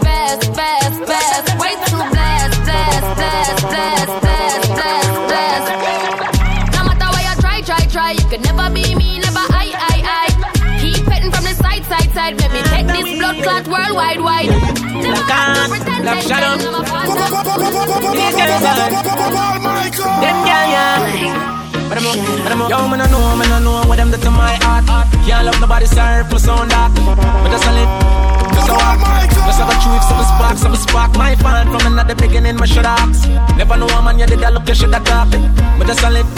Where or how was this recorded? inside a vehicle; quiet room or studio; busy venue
busy venue